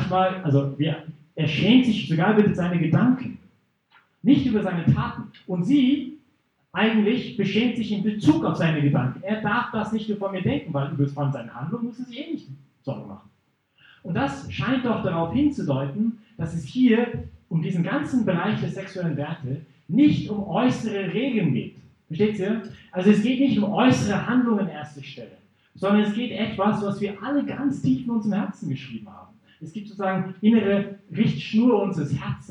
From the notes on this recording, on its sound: Teil des Vortrags in Brig-Glis (CH)